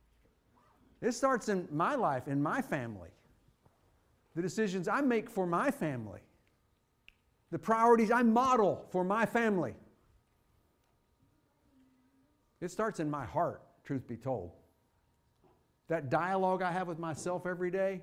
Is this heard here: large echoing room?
yes